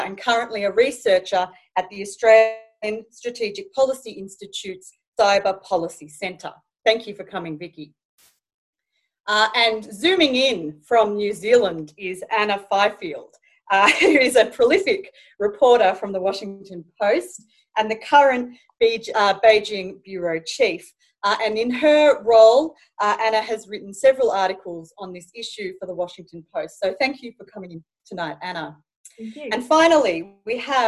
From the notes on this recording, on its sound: In this La Trobe Asia webinar